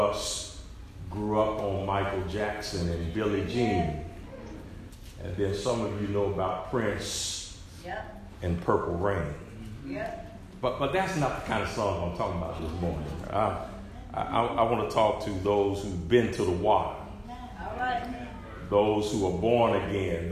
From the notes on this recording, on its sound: SERMON PREACHED AT ARCOC